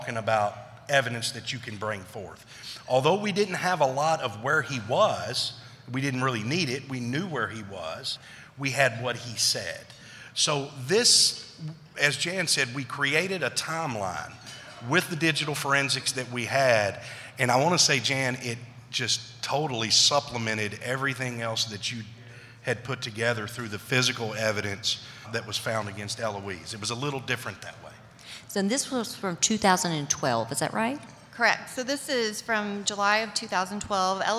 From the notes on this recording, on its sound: This episode was recorded live at Magnet User Summit in Nashville Tennessee.